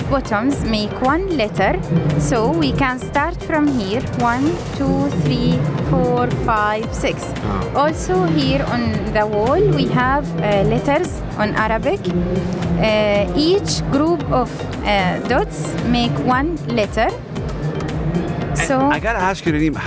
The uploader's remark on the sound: Live from SIBF 2023